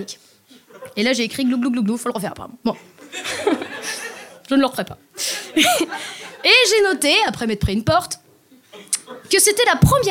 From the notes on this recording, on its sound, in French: Enregistré en live dans les Comedy Clubs partenaires de Marrant. Collectif qui organise des soirées stand-up dans les bars lillois.